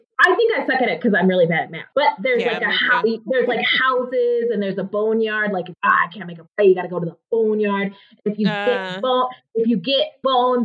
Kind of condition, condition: fault, poor sound quality